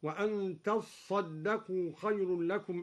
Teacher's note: وشدد الصاد من قوله تعالى وأن تصدقوا